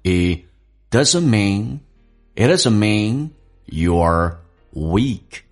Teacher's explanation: It 的 T 和 doesn't 的 T 不发音，因为后面是以辅音开头，这叫略音。